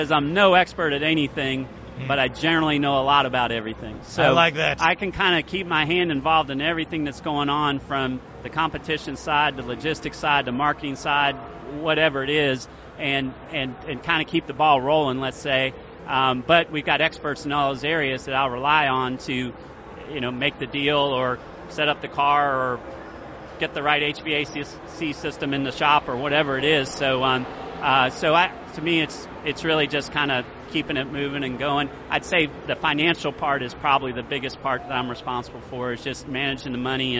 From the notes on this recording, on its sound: live at the Daytona International Speedway